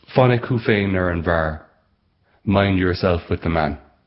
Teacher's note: There's the same number of syllables in both versions, and we've got the F and F sounds that close the line in Irish. I replaced those with M sounds in English. · Term: rhythmic swing